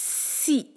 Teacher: سین کو ہم نے ادا کرنا ہے سی ٹی کی آواز کے ساتھ، وسل کے ساتھ سی باریک، سی ایک حرکہ.